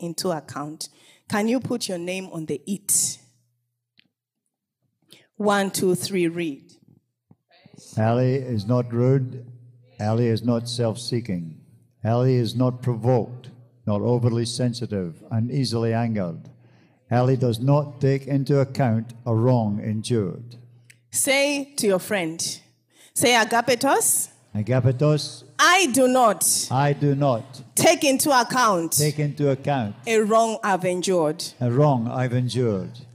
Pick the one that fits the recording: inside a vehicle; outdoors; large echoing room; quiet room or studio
large echoing room